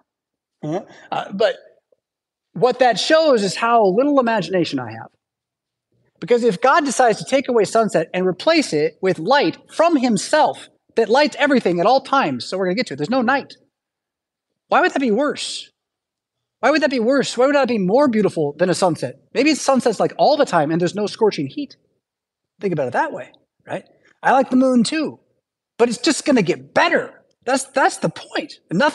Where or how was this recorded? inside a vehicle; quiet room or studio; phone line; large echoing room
large echoing room